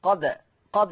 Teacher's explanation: ورش عن نافع فيقرأ بسكون الدال، ويترتب على سكون الدال القلقلة